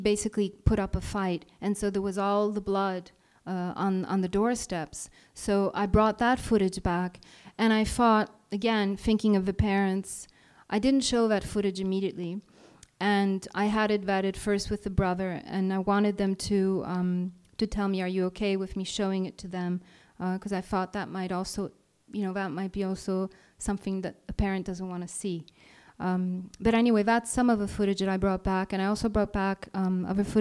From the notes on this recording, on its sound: Recorded live at Riwaq Beirut.